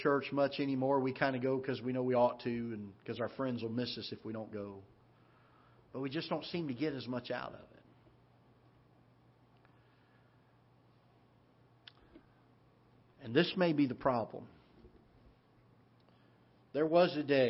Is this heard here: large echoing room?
yes